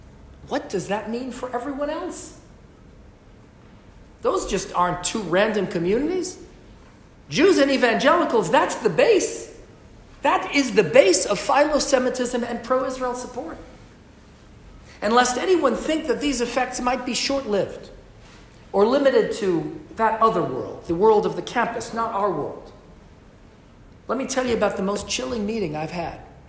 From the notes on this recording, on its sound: LIVE from Westminster addressing Parliament.